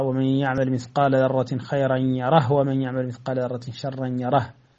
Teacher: يسكن هشام الهاء في هاتين الكلمتين · Term: الإسكان